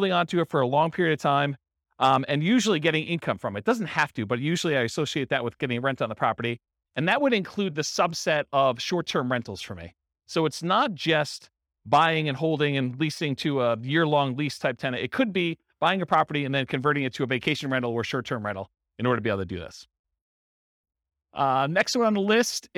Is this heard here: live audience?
yes